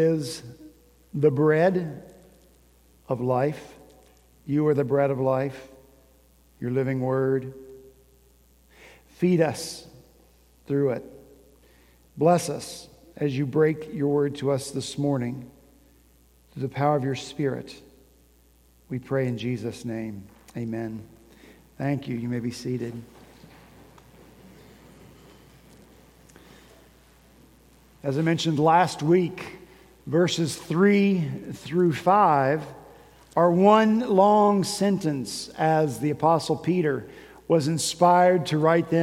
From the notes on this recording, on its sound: At Redeemer Presbyterian Church in Charleston, SC.